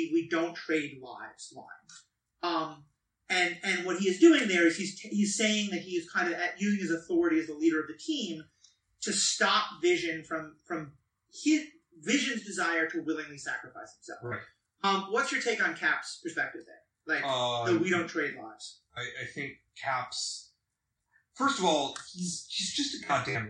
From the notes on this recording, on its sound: We recorded this episode live again, which led to a great discussion, but also caused some sound issues. It is still not up to our normal standards.